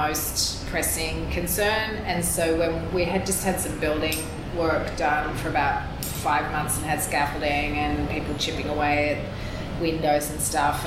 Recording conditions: live audience